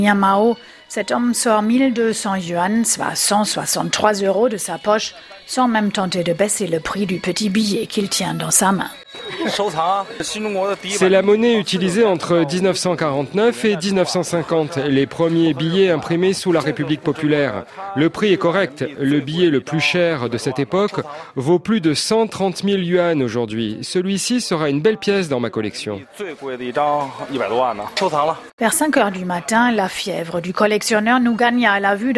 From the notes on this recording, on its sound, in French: RFI vous emmène sur le marché Daliushu, dans la banlieue de la capitale chinoise.